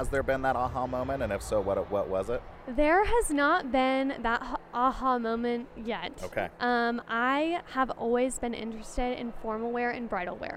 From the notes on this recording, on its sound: We are recording at KC Fashion Week